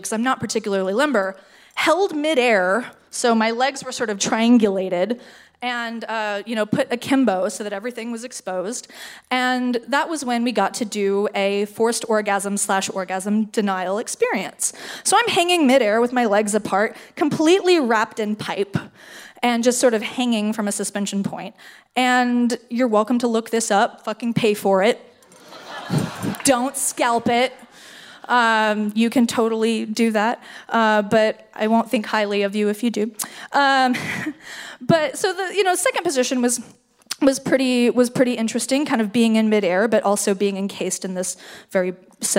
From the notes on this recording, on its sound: Folsom St. Fair. Our LIVE Folsom Street Fair Kinktacular.